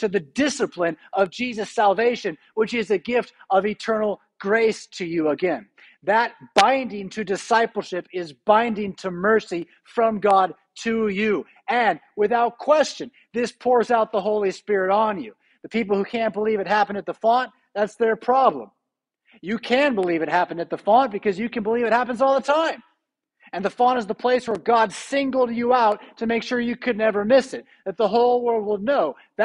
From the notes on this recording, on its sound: Preached at St Paul Lutheran Church , Rockford, Illinois on December 24, 2021. Christmas Eve Preached.